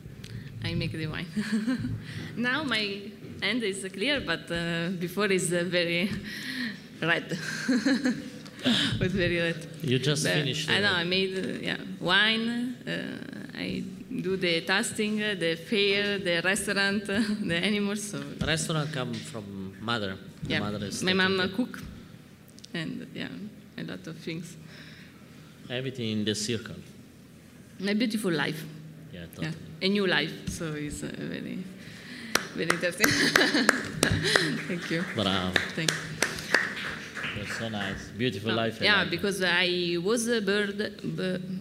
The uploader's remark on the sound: This talk was recorded by Heritage Radio Network as a part of RAW Wine NYC 2019's Speakers' Corner. A talk-tasting.